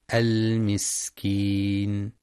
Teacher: ينتبه لبيان صفة الهمس والصفير في السين